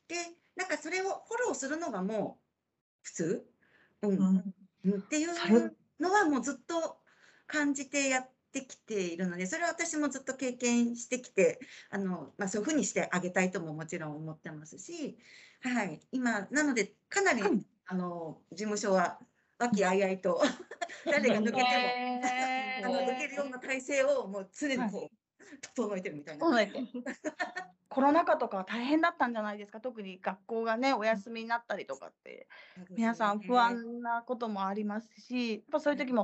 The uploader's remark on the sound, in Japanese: teamsを用いてのオンライン収録のため、音声が聞き取りにくい部分がございます。ご了承ください。